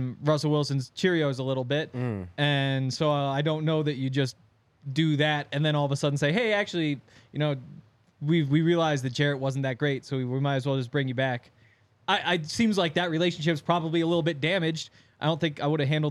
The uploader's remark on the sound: coming to you LIVE from the DNVR Bar